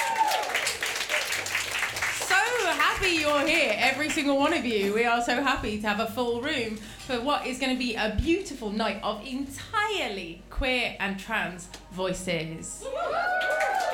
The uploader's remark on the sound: It is a recording of a live poetry event in Brighton. Queer The Mic is a glittery community stage for queer & trans poeming. The sound recording of Queer The Mic is by Blue Dot Studios.